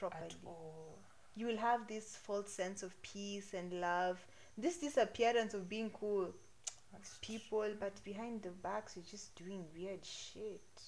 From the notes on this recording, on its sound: We apologize for the background noise. People were cutting down trees.